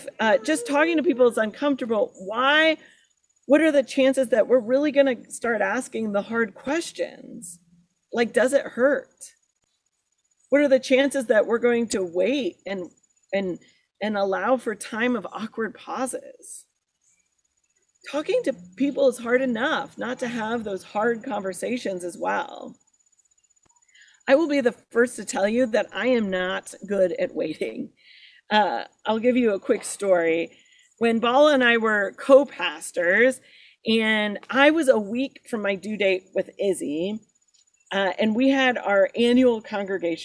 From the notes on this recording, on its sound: Sermon recorded at Garfield Community Farm